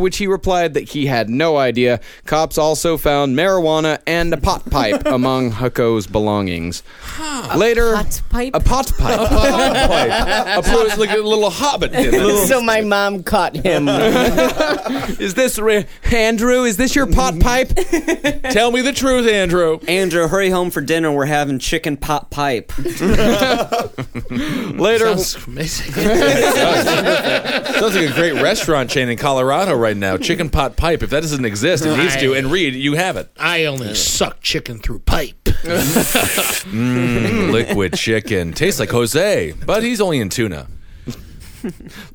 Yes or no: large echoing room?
no